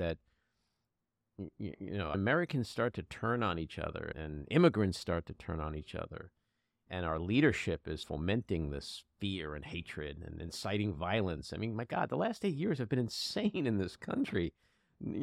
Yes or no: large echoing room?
no